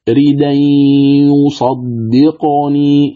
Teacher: إذن قال: فتقرأ بعد النقل ردين يصدقني، فتدغم نون التنوين في الياء في من كلمة يصدقني إدغاما ناقصا بغنة